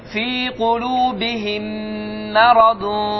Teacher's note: Gizlətmək. Yəni, nın səsini burunda verib gizləyəcəksən. · Term: ixfa